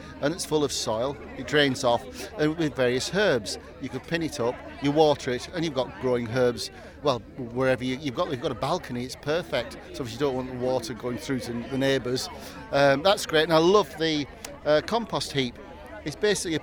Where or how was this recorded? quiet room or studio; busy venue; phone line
busy venue